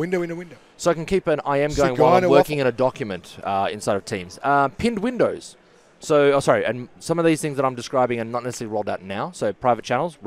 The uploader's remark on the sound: In this fourth of a five-part series of recordings "live" at Microsoft Ignite 2019.